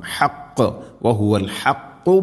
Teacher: വഹുവൽ ഹഖു വഹുവൽ ഹഖു ഖാഫ്, അതേപോലെ ഹാഉം ഖാഫ് എല്ലാം മഖ്റജ് പ്രത്യേകം ശ്രദ്ധിക്കണം. ഹാ തൊണ്ടയുടെ മധ്യഭാഗം, ഖാഫും ചെറുനാക്കിൻ്റെ ആ ഒരു ഭാഗം